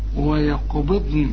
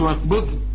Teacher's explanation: لو تطلع شويه نفس كده من الخيشوم بسيط كده النون هتطلع · Shown in: first take